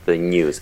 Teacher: we can hear the little y sound afterwards as we're bringing our great heavy tongue away from the palate. It moves through this zone of y-ishness. · Term: palatal nasal